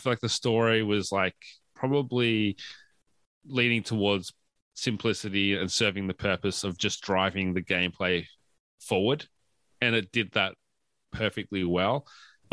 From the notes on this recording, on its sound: Deciding to unsheathe their Audio-Technica microphones. We did encounter some technical issues during our recording, and as such, had to pivot to our backup track recorded via Zoom. This track is lower in quality than what we usually release so we apologize for the inconsistences in the final episode.